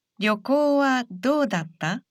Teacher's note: It's a question, so say this sentence with a rising intonation.